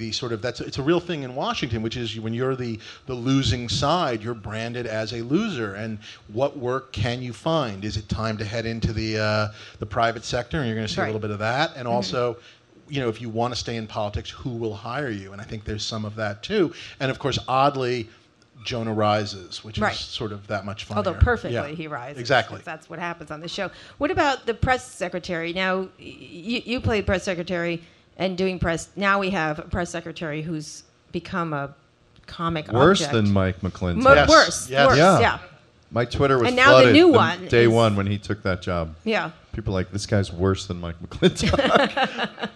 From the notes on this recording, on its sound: Live at SXSW. Speaking in front of a live audience at South by Southwest.